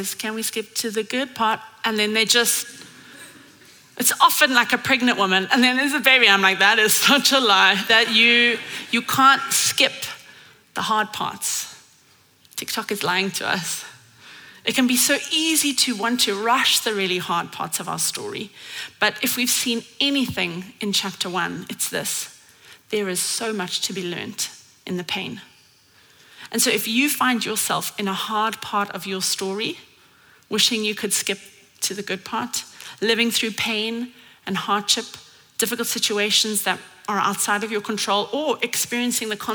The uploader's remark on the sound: at Common Ground Church Rondebosch on the 15th of October 2023